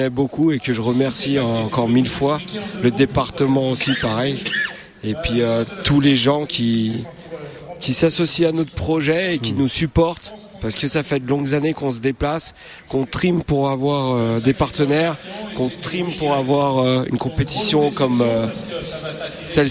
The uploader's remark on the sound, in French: En direct de la Ligue des Nations de foot pour amputés en Haute-Savoie